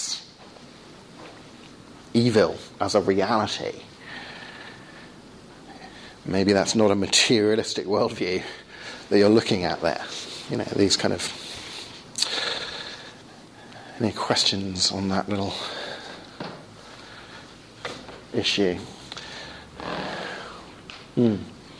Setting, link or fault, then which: setting, large echoing room